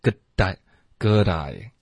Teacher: good idea 连发过去，一口气